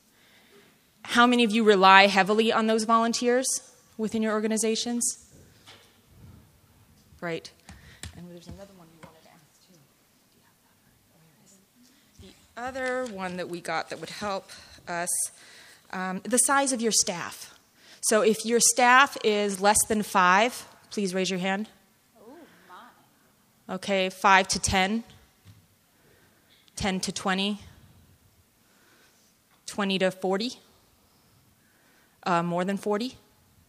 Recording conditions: live audience